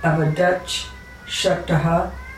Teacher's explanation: the ta, in any case, being followed by a palatal changes to cha